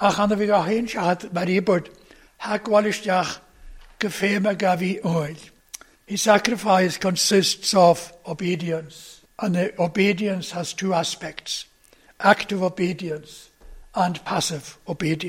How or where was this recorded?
large echoing room